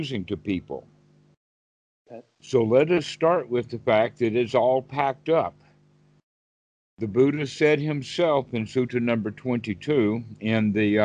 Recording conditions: video call